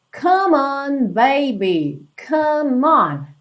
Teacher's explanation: Percebe como que essas duas palavras são ligadinhas, como é do come, não é pronunciado, você já liga direto esse M no on